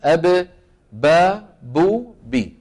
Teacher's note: الباء أيضا تخرج من فين؟ من الشفتين، شايف؟ بانطباق الشفتين على بعضهما. أب، با، بو، بي.